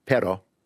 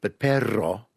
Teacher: because one tap, pero, P-E-R-O means but perro with a trill means a dog